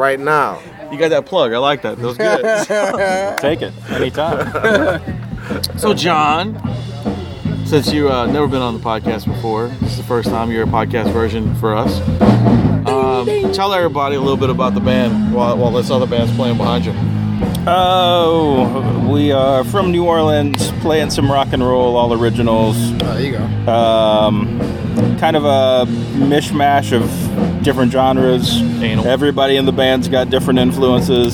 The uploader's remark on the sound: record a live remote outside of the Babylon Sports Bar